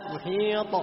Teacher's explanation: وفي الطاء يحصل اضطراب في طرف اللسان · Term: القلقلة